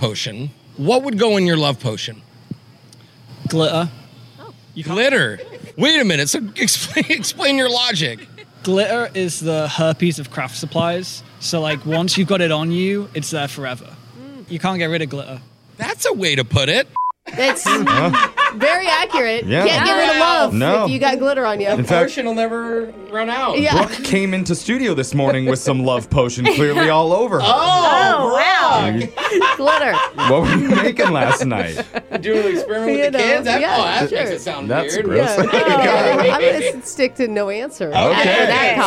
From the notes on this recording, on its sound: Whatcha Doin At Science & Beer Night. Live 95.5.